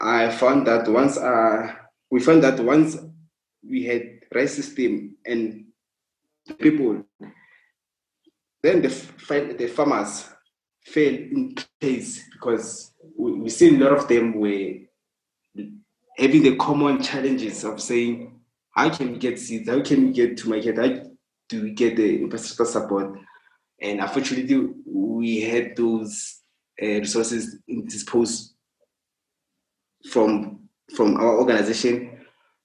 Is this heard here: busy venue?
no